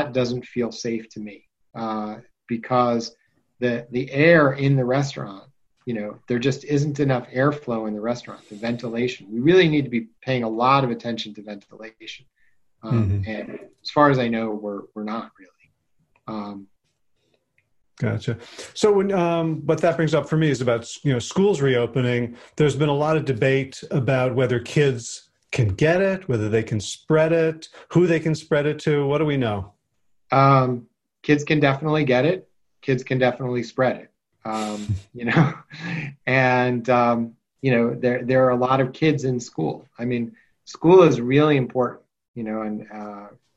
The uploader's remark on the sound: On the Zoom.